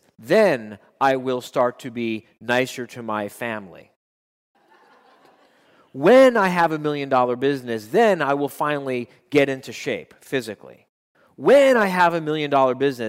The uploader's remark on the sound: addressed his members at a Live Quarterly Meeting in West Palm Beach, Florida